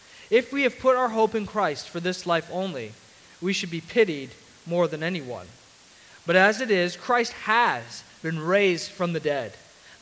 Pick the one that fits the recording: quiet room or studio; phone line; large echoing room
large echoing room